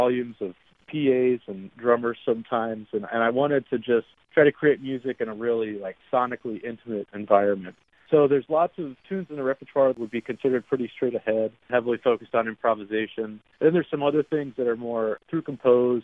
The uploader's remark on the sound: he spoke by phone